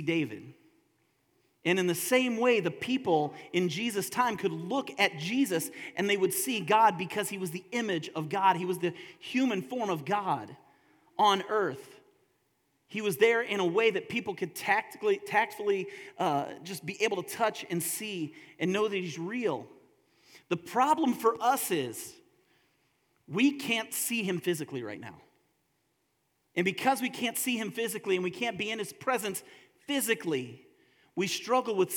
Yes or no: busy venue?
no